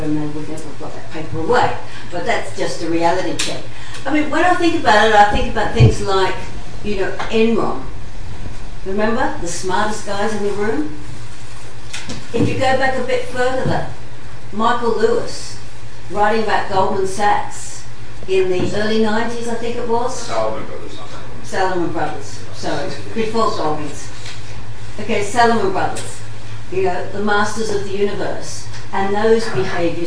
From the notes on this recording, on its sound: LSE Arts are pleased to host a very special screening of the highly anticipated film Margin Call. This podcast comprises the introduction and panel discussion that followed the screening.